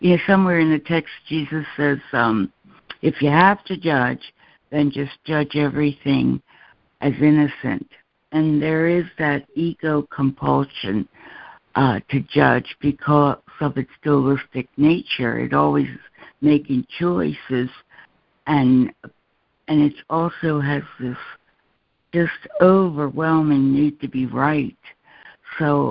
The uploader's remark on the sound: ACIM Daily Conference Call